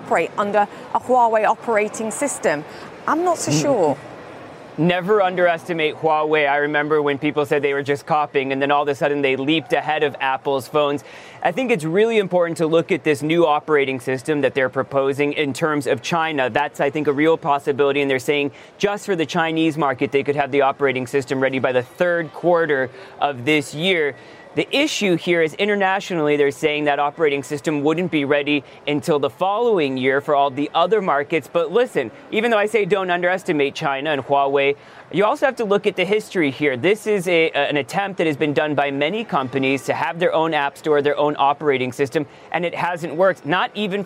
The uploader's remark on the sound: live from the New York Stock Exchange